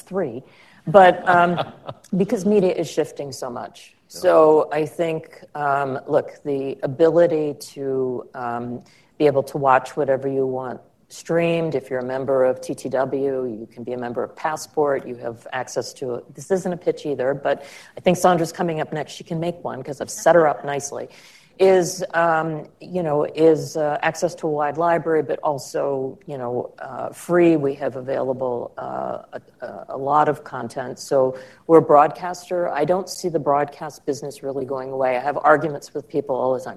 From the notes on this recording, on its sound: This episode was recorded in front of a live audience.